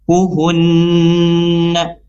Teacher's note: Kemudian kuhunna ya, di sini tadi ada idgham ya, musyaddadah, jadi sempurna hunna ya, dibaca dengung 2 sampai 3 harokat